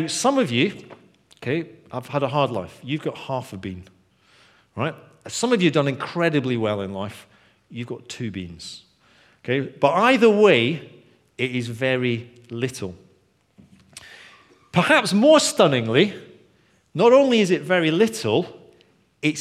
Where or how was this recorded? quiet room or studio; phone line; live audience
live audience